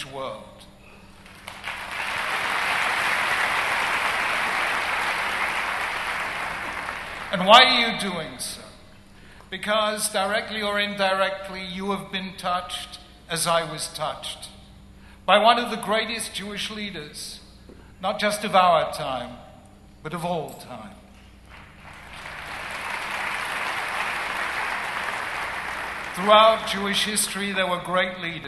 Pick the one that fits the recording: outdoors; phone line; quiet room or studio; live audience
live audience